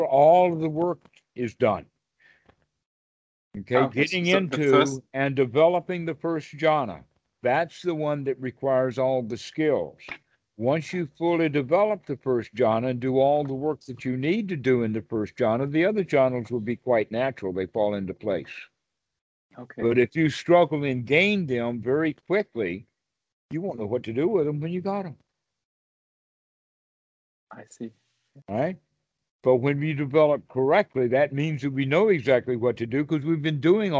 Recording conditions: video call